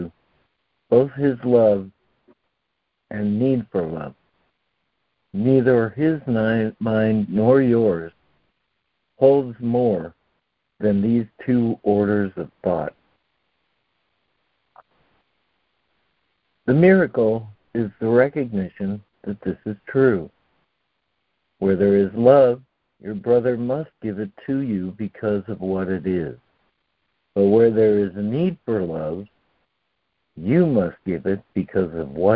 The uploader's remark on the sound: ACIM Daily Conference Call